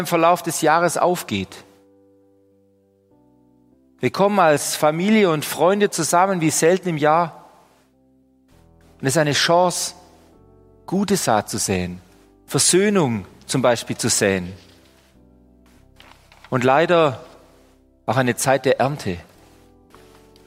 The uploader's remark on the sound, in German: Die Predigt aus dem Gottesdienst